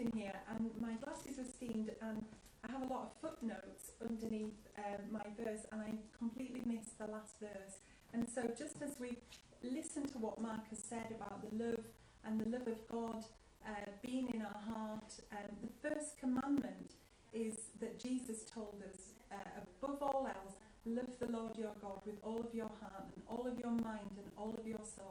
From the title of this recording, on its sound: house church live feed